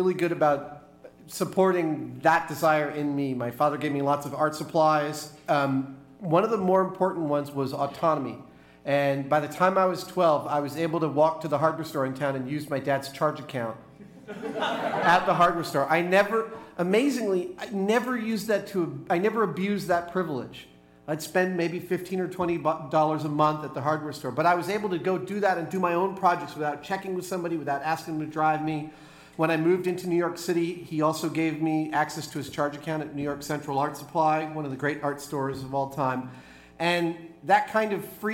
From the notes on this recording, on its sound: Joined us for our very first live podcast! This was recorded at Largo in Los Angeles. In front of a kick-ass crowd of delightful humans. We made it a little longer than a normal podcast by incorporating live performances and taking Q & A from them at the end.